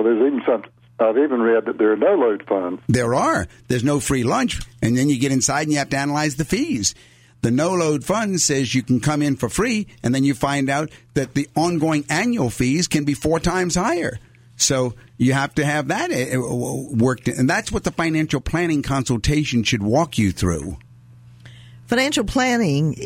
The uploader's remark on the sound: Financial planning call-in show.